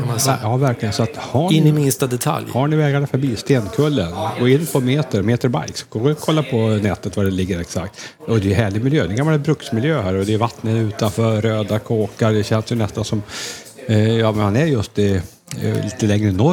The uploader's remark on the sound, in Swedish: Live från Meter Bikes i Stenkullen